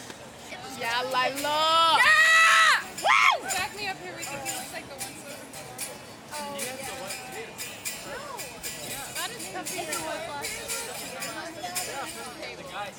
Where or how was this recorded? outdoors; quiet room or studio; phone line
outdoors